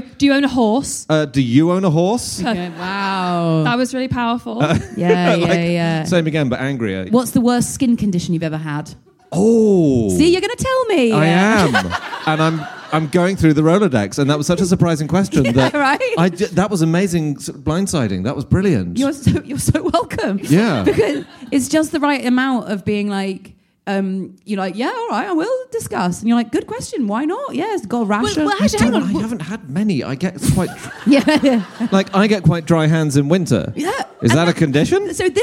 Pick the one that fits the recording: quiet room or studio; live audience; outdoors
live audience